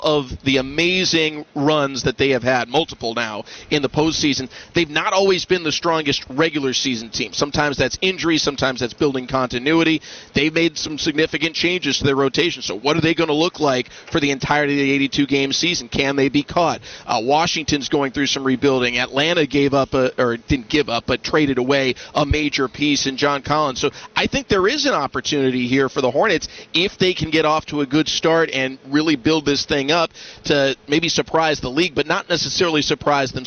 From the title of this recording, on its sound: Live From Hornets Media Day